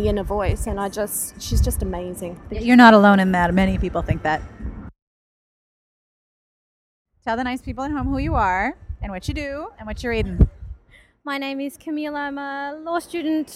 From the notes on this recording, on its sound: Session at the Melbourne Writers Festival. Hanging out in the festival area with a few readers and a book seller.